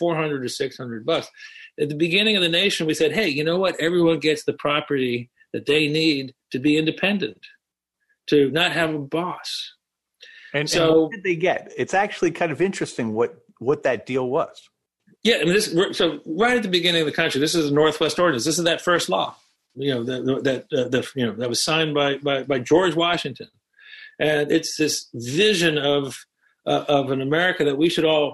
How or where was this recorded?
video call